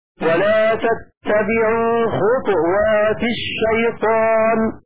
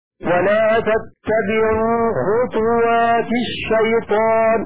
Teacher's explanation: وقرأ شعبة كلمة خطوات حيث كانت بسكون التاء · Shown in: first take · هكذا ولا تتبعوا خطوات الشيطان مع مراعاة القلقلة.